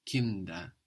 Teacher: But when we put the ER for the plural, actually, this D is not on the end of the syllable anymore. It becomes the first of the next syllable, kinder. So it softens, kinder.